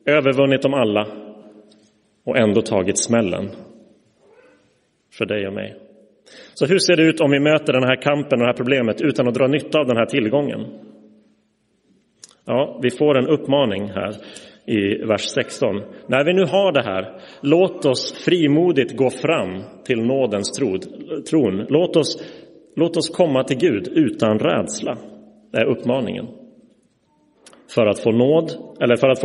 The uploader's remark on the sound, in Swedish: Inspelad i Roseniuskyrkan den 18 februari 2024.